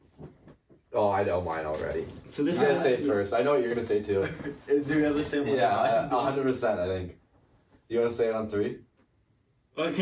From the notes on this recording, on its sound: SORRY FOR AUDIO PROBLEMS. We are so sorry for the audio problems in this ep!